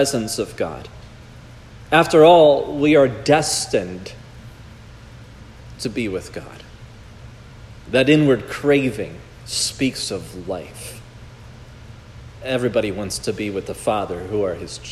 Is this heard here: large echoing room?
yes